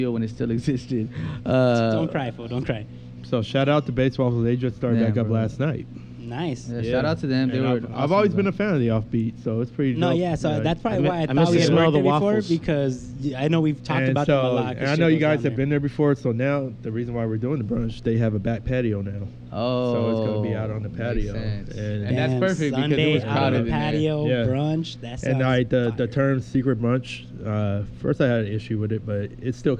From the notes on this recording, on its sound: Monster Cast on Location at The Shop In DTLA. Recorded in Downtown Los Angeles.